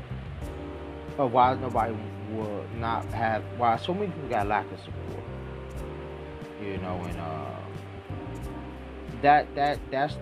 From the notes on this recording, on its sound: By the way sorry for the fan in the background of this episode.